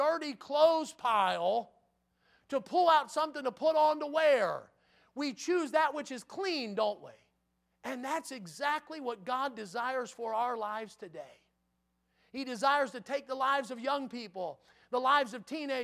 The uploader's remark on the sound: in the Sunday Morning Service on December 4, 2022, at Victory Baptist Church in Boonsboro, Maryland